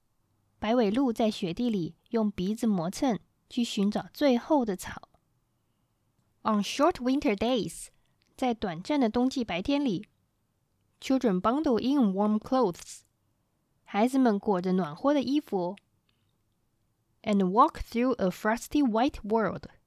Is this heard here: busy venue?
no